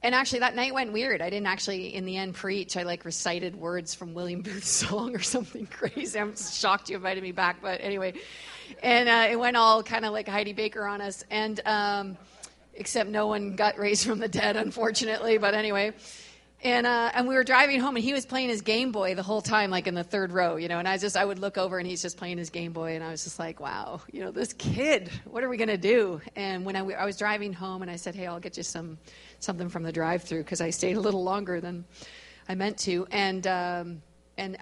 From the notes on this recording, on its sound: We gathered at Victory Church on the Rock in Edmonton, AB.